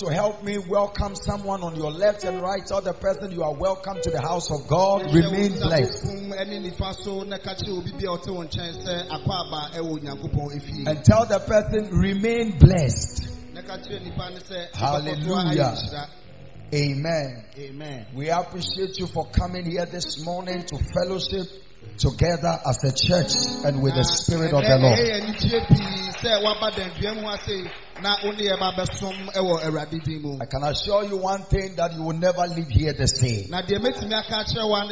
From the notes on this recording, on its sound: Preached At The Miracle Arena